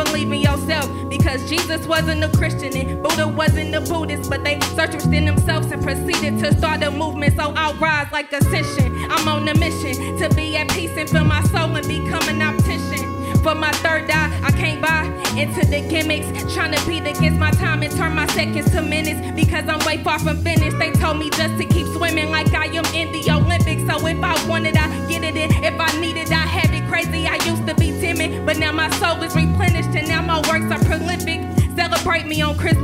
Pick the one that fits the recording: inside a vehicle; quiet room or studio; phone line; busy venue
busy venue